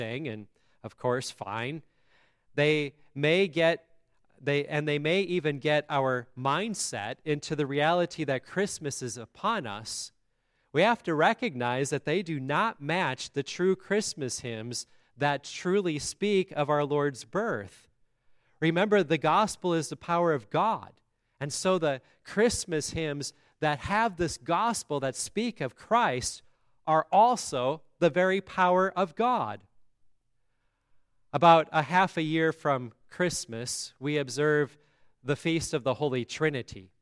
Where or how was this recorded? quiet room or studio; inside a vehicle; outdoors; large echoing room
large echoing room